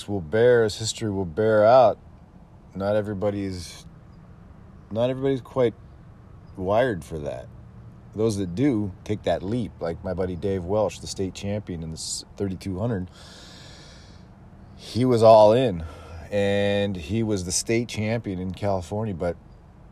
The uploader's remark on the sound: Coming to you live from an alleyway in Roseville